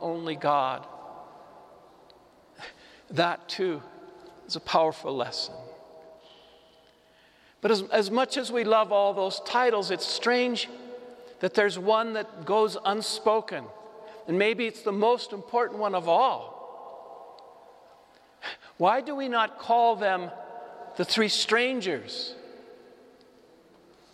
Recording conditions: large echoing room